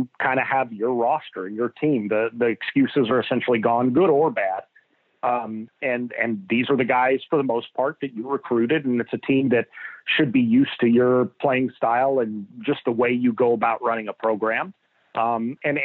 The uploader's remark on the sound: on the Modern Woodmen phone line